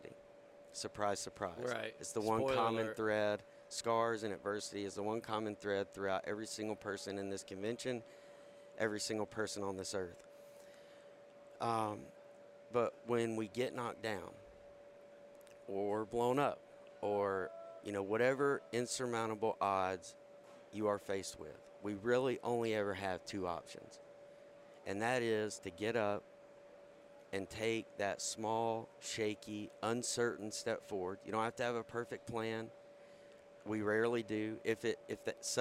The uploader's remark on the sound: This week we are recording from the floor of Modern Day Marine so that we can bring you the events and personnel of this outstanding convention as it’s going on.